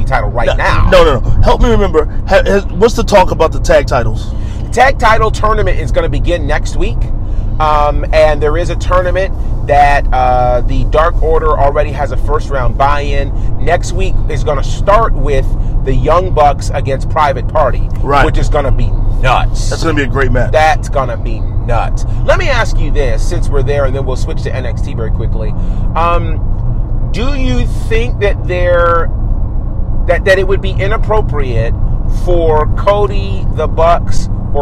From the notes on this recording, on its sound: What happens when you put members of The Faction in a car and turn on the mics? On The Road.